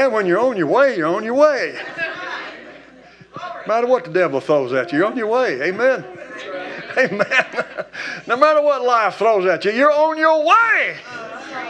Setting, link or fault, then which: setting, large echoing room